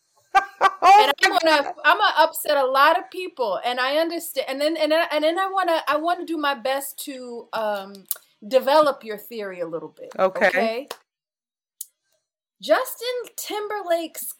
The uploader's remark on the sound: Due to personal matters, we were not able to use our recording equipment so the audio is not ideal but the content is there.